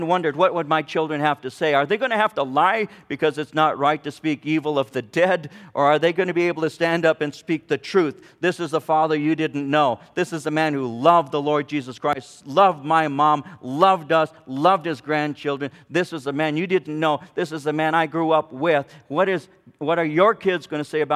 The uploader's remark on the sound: From the 2005 Southwest Men's Conference, Godly Living in Perilous Times.